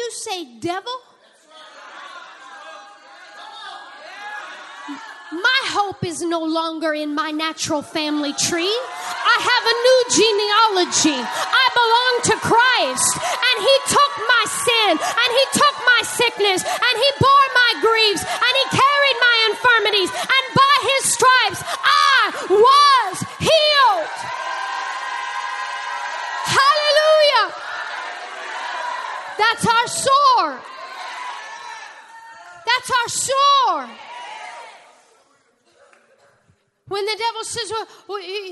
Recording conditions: live audience